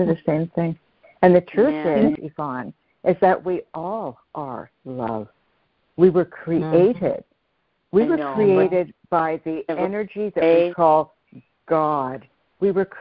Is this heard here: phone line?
yes